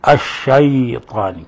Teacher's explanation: ومن الأخطاء تفخيم الشين والياء التي بعدها، فلا نقول الشيء، وإنما الشيطان، أعوذ بالله من الشيطان، وليس الشيطان.